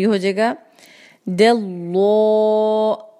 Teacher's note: لام جلالہ پہ خیال رکھنا ہے کہ آواز کو اینڈ تک دو حرکہ ادا کرنے تک بھاری رکھنا ہے، تو بھی وہ ٹھیک ہوگا، ورنہ یہ بھی کامن مسٹیک ہے کہ اس کی آواز کو پورا بھاری نہیں کیا جاتا.